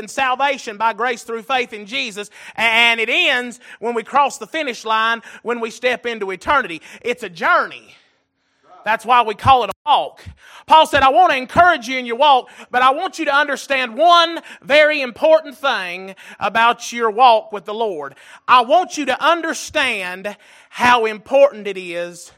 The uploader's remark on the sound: Recorded January 22, 2023 - Sunday Evening Service